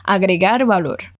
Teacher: Esse V, ele tem um som de B mais suave, sem fechar sua boca, só aproximando os lábios.